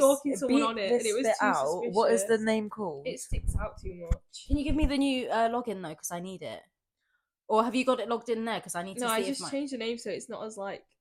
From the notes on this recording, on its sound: Apologies in advance for the sound, my friends are incredibly unprofessional.